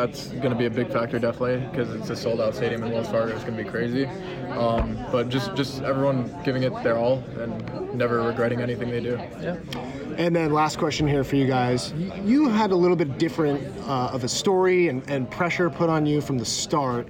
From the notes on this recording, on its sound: Live from Philadelphia, PA for the OWL Grand Finals